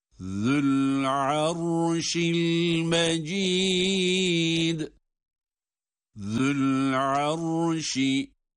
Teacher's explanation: Zel peltek, arşi derken ra kalın. Zül-arşil mecid.